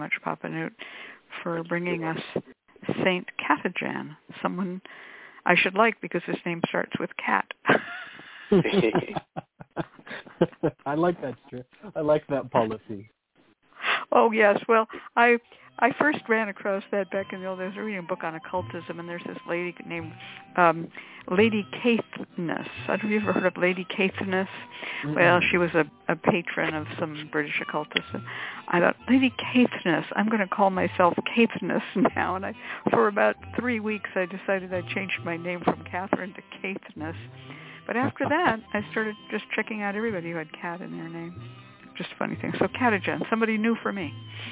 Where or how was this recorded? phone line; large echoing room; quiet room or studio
phone line